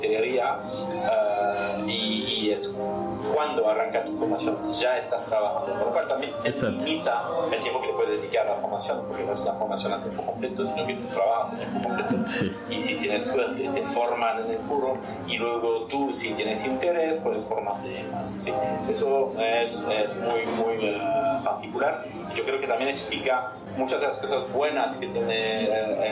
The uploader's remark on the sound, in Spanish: Disculparnos por la mala calidad audio y ruido de fondo. Tuvimos unas dificultades técnicas inesperadas.